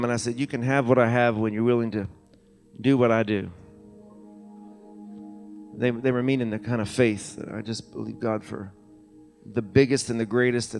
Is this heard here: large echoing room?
yes